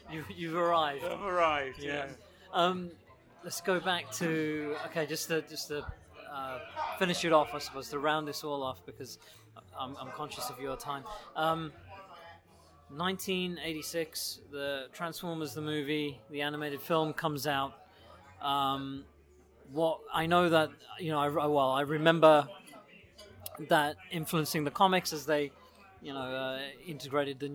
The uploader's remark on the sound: a small Transformers Convention called TFUKCon in Birmingham, England